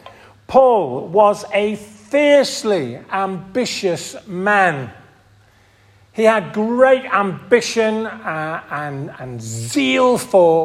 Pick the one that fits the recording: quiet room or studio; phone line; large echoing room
large echoing room